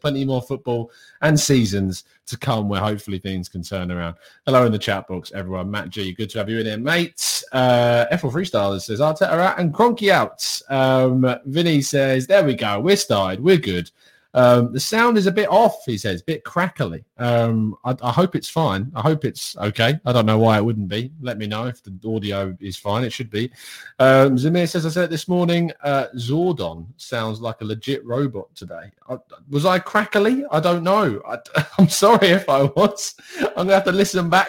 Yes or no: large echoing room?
no